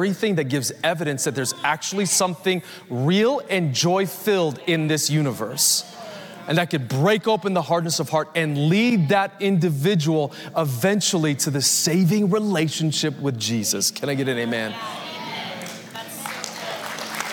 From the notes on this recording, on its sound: Recorded Live at Capital Church in Meridian, Idaho